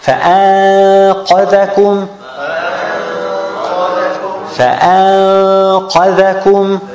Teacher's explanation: But it's not qaf. It's noon, still noon. But from the articulation point of the qaf.